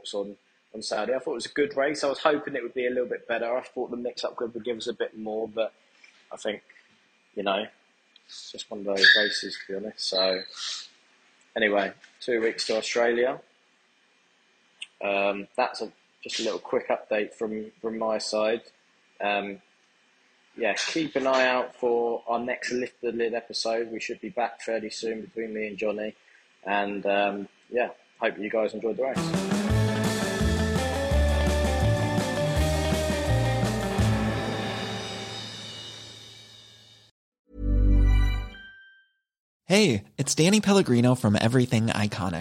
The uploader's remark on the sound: Immediate Post Race Reaction From Jeddah. From the Jeddah paddock. Audio quality less than usual but don't worry, the dynamic duo will be back together with microphones in a few days time!